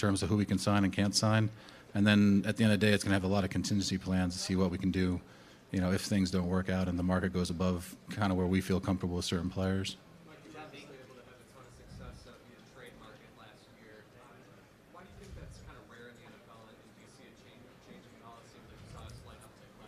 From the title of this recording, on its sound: Combine Press Conference